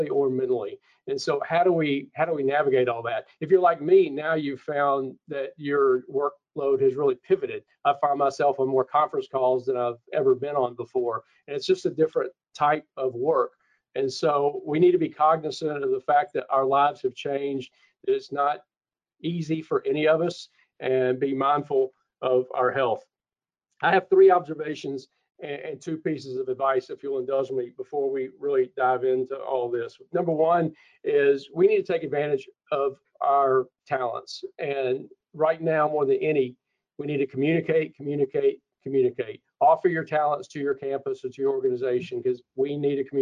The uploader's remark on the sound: CoSIDA Virtual Town Hall